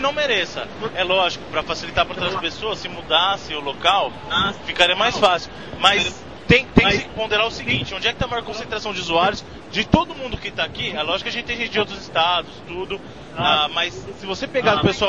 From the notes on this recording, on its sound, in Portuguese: Gravado diretamente da Campus Party. Escute os podcasters e blogueiros sobreviventes ao penúltimo dia de evento.